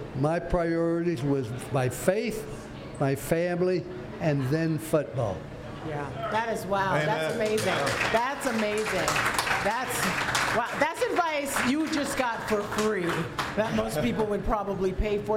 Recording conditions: live audience